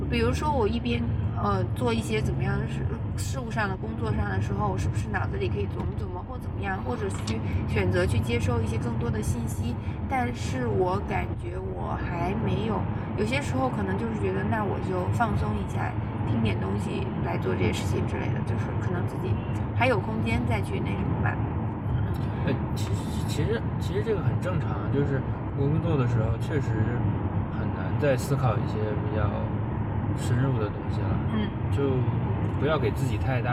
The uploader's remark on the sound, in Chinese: 工作太忙了，没有时间录音，只好在开车上班的时候录音啦。